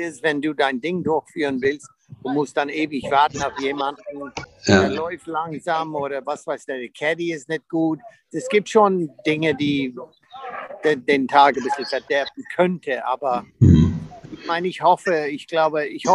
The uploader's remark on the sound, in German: live aus dem Olympic Club in San Francisco